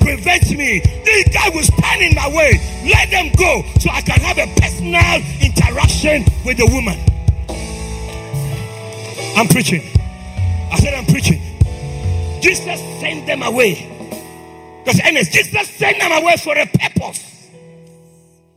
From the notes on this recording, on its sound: This is a message I preached at the Greater Love Church.